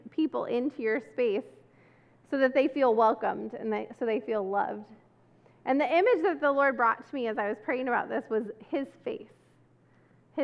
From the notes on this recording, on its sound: This service was recorded on Sunday, September 11